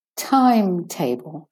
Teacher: So time is the stressed, main stress syllable. Time, making it longer.